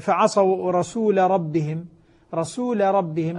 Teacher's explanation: اللام في الراء لا تدغم لأن اللام مفتوحة بعد ساكن، وهذا معنى قول الناظم إذا انفتح بعد المسكن منزلة.